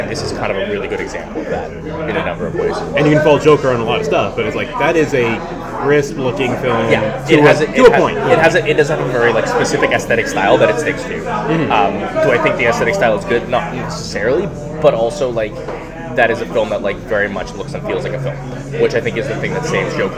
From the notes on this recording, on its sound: BONUS - Live from Fantasia 2023. AUDIO WARNING - This podcast was recorded in a noisy public space. Coming at you live from a bar next to Concordia University. Apologies for the audio quality in advance.